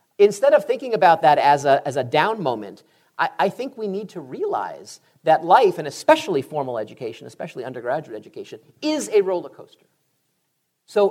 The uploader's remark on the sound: "Higher Ed" recently took the show on the road and taped a few podcast episodes in front of an audience at Southwestern University in Georgetown, Texas.